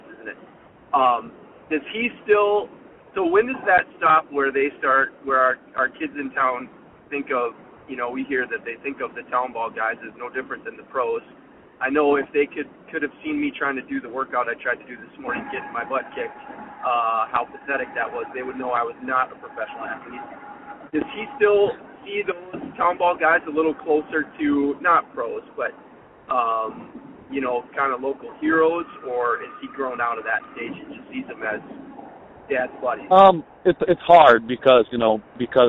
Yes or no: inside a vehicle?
yes